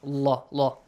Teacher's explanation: The rule says, if there is a dhamma sound or a fatha sound, pronounce the letter lam in the word Allah, heavily with the law sound.